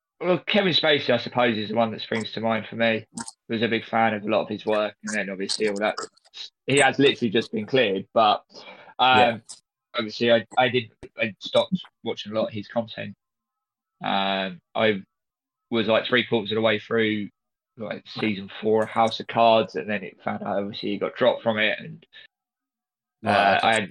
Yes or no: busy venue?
no